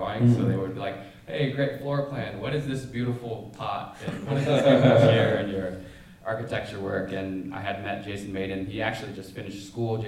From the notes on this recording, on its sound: Live at SQ1. We had our first live podcast at the SQ1 conference. We answer live questions.